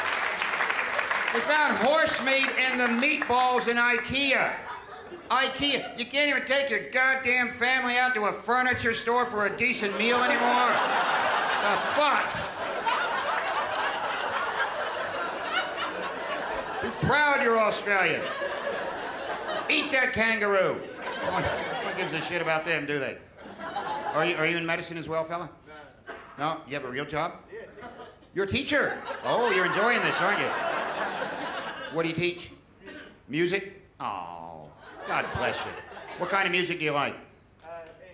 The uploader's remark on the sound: Direct from the 2013 Melbourne International Comedy Festival, ABC2 brings the best and biggest performances from The Festival Club.